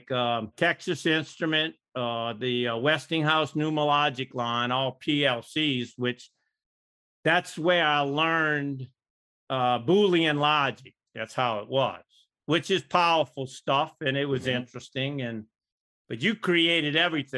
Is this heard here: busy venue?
no